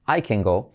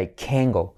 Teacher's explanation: en realidad esa T no se pronuncia, sino lo que hacemos es enfatizar toda la palabra · Shown in: second take